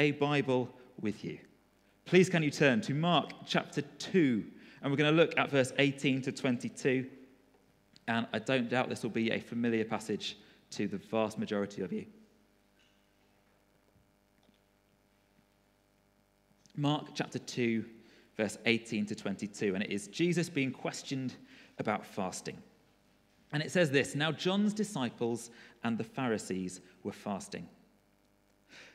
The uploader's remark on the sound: Recorded at freedomcentre church, Preston